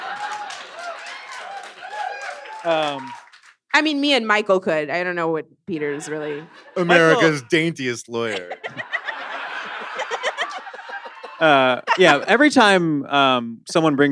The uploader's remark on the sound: 5-4 Live in Oakland. In this live show, the hosts rule on disputes brought by the audience. In honor of their appearance at The New Parish in Oakland, AND make a very special phone call to everyone's favorite beer aficionado.